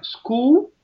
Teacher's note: mesmo que você não escute o L muito enfatizado, ele está lá no céu da boca